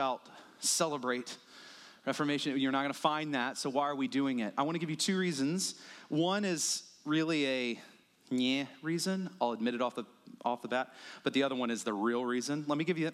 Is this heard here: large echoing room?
yes